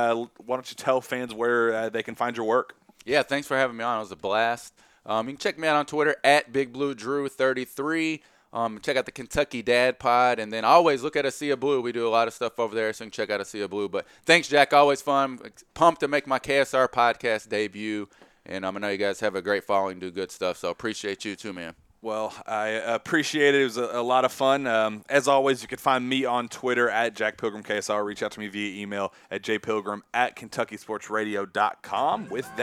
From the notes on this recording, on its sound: Live from New York, it's the Champions Classic at Madison Square Garden